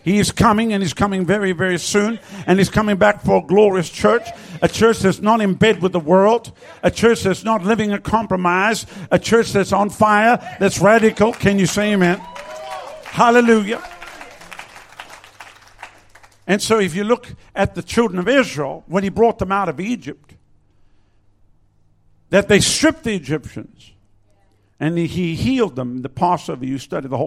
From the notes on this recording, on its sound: Recorded at Lifepoint Chruch, Adelaide, South Australia.